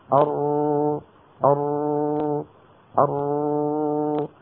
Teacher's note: من هالهون في مثل فتحة، فتحة بسيطة يخرج منها جزء الصوتي، يخرج منها جزء الصوتي. أر فالهواء، الهواء الحامل للصوت لا عم ينحبس انحباس تام · Term: الراء